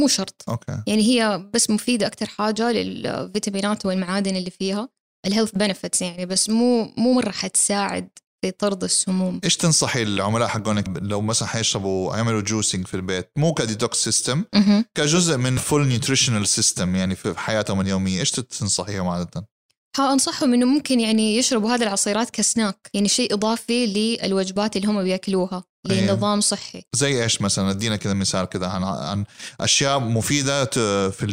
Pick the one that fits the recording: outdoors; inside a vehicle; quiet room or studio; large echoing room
quiet room or studio